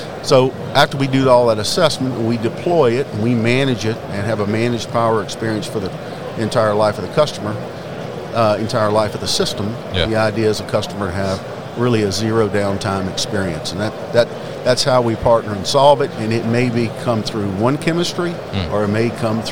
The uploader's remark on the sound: Concentric at MODEX 2022. Joined live at MODEX 2022.